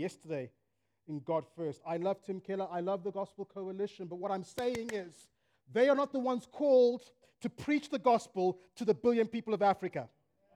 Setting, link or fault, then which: setting, live audience